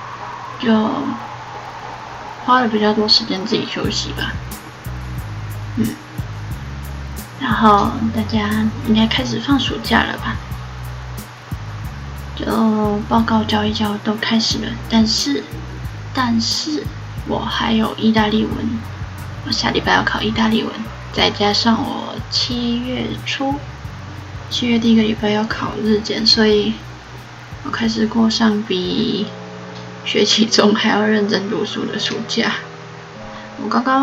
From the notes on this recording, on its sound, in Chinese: 換耳機了這個音質偏差